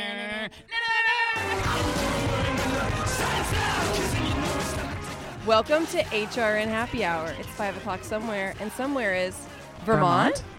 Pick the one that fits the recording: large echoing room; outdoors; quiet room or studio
outdoors